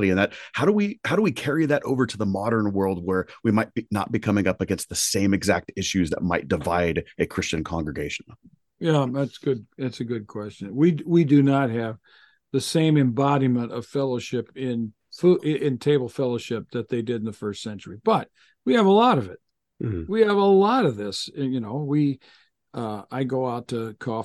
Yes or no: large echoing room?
no